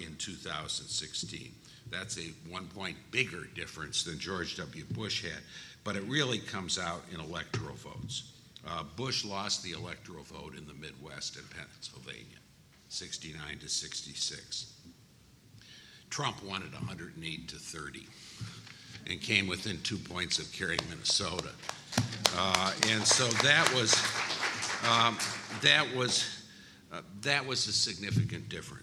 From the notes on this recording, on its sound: this week we present a recording of CRC's panel at CPAC